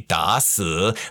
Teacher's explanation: because they're both third tone, technically, I believe that means the first one becomes a rising tone